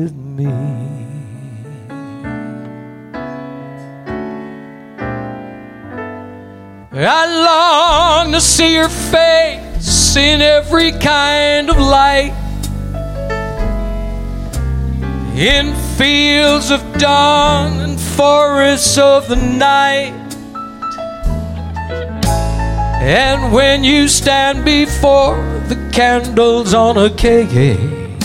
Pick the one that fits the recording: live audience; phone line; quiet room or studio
live audience